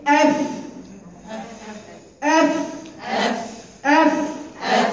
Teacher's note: طيب تعالوا بقى نشوف الرخاوه كده، نجرب نشوف الفاء. طبعا الفاء فيها همس، فيها هواء بيجري.